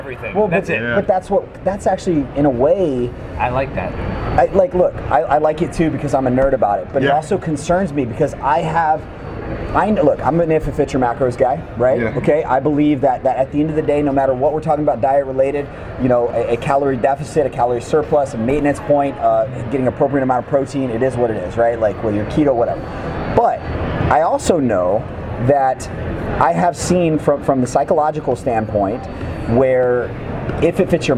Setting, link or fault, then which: setting, busy venue